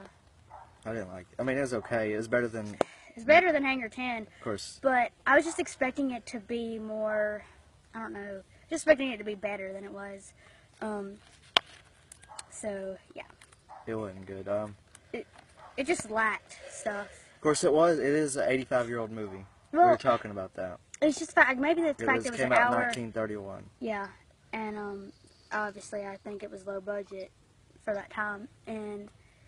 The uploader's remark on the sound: This episode was recorded as a video and you can hear us talking about getting everything in order. We were outside when we filmed this, not the best idea, but thought it would be fun because we recorded this originally as a video.